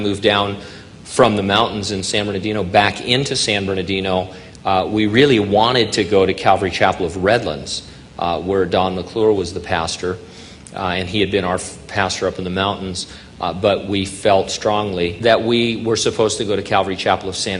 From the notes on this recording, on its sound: during a live Q&A session